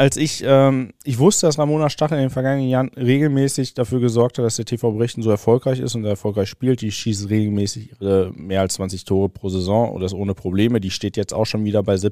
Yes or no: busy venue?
no